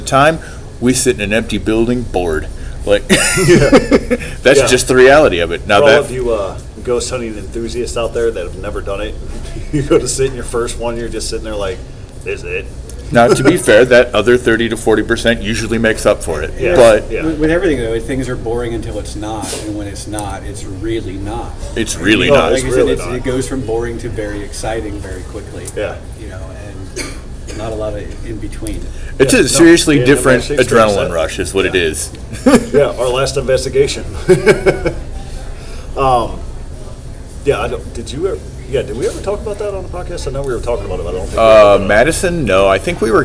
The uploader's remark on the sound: Live From Wadsworth Tavern. Haunted History Tours around the square of Wadsworth, Ohio. Recorded live at Wadsworth Tavern!